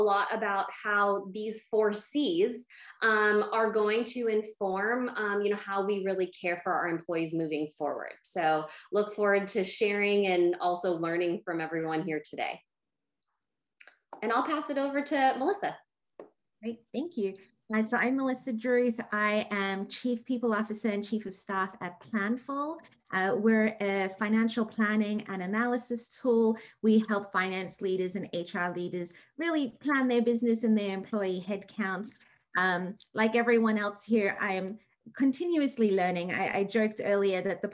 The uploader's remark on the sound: A virtual gathering with expert panelists.